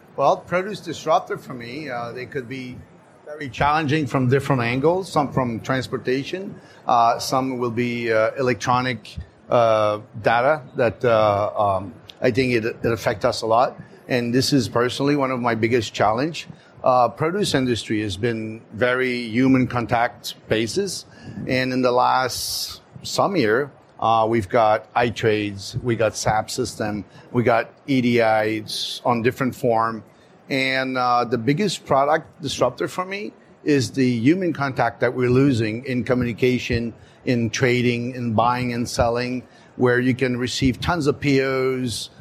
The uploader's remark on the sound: LIVE! From the CPMA Trade Show Floor